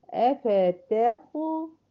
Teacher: يبقى الطاء فقط هي المفخمة في هذه الكلمة ومقلقلة